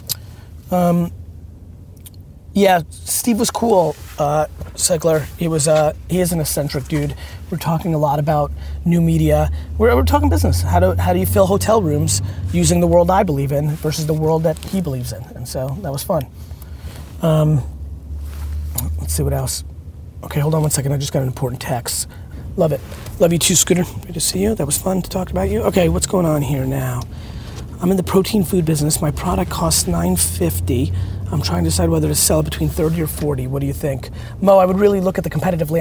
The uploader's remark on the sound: Here's a Q&A I did while in the car back from the airport.